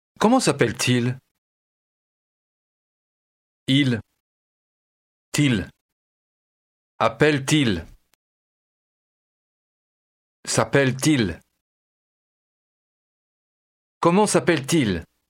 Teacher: Note the extra T sound between s'appelle and il in s'appelle-t-il.